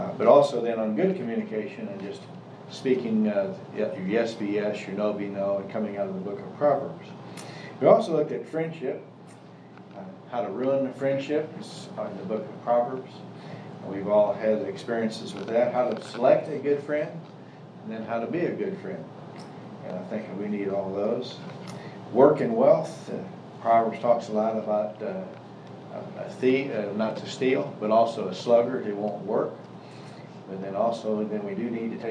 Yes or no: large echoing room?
yes